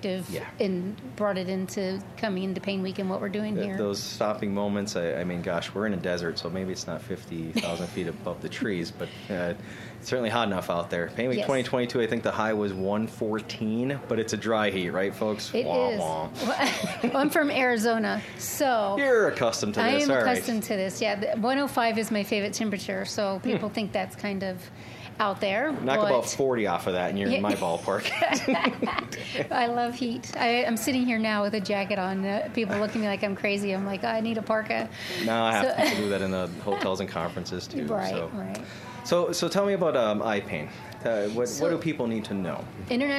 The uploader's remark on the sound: PAINWeek 2022 Conference Summary. Checkout this mobile mic episode of the Pain Pod as we team up with the folks of PAINWeek to give you, Pain Pod Nation, the audio vibe of the electricity of being there in person.